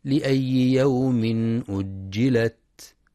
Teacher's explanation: ينتبه القارئ لشدة وهمس التاء في كلمة أجلت